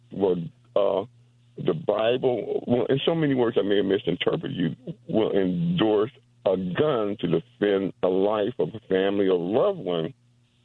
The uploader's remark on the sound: open phone Friday